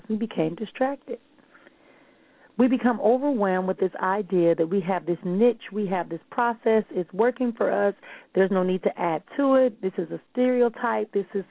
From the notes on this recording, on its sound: callers may call in with questions